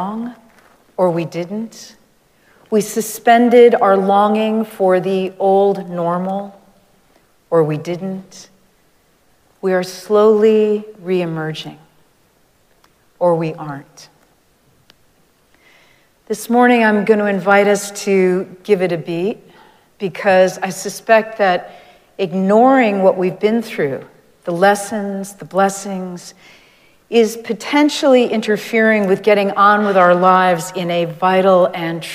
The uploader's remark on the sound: Recorded live at Arlington Street Church